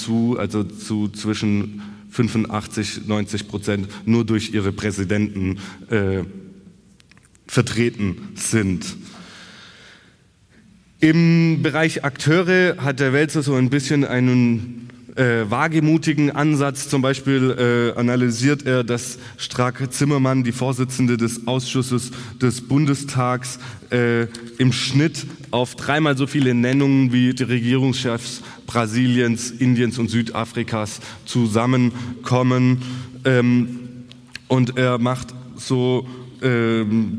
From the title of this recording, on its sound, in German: Kongress der Informationsstelle Militarisierung Tübingen 2023